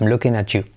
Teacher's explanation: T más Y, at you, ¿veis? Esa T más Y se convierte en como si fuera una GJ.